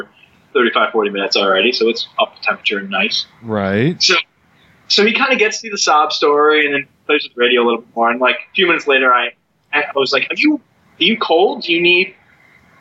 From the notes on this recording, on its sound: Are separated by most of the continent, but they're both on the good ship SS poor audio quality.